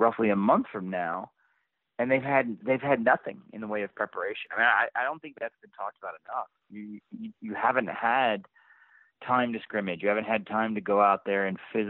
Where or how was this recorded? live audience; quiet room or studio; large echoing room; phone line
phone line